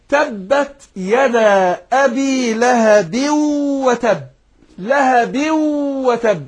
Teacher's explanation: التنوين هنا اللي بننطق نون في الاخر لهب، نون التنوين هنا ادغمناها في الواو · Term: ادغام بغنه